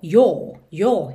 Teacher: O próprio inglês britânico, ele já fecha um pouquinho mais esse som do O.